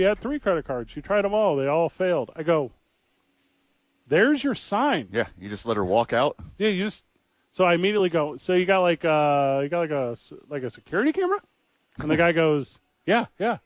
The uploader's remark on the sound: live from ABQ AXE